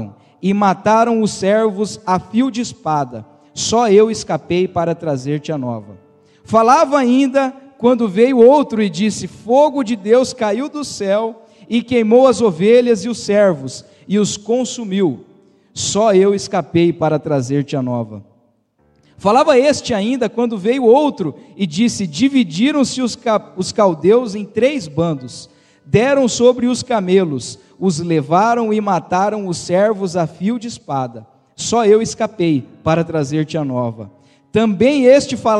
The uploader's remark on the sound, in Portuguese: Igreja Evangélica Manancial de Águas Vivas - Araçatuba - Rua XV de Novembro, 847. Esta mensagem foi gravada ao vivo quando ministrada na Igreja Evangélica Manancial.